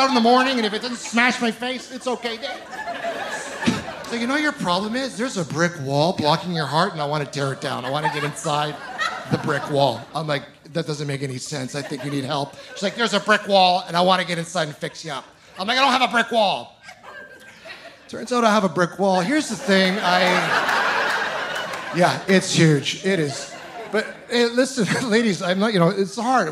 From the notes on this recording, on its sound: From the Okanagan Comedy Festival.